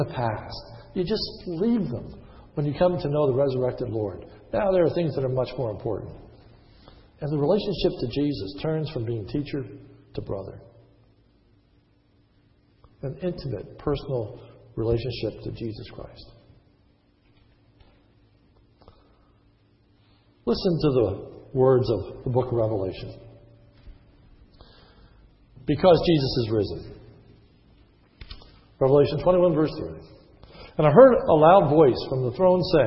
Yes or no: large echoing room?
yes